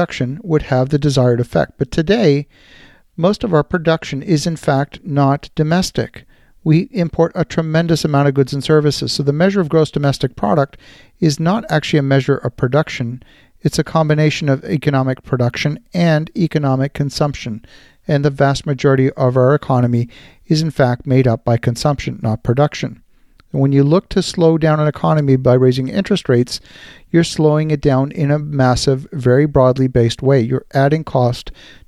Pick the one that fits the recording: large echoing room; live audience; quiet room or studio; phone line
quiet room or studio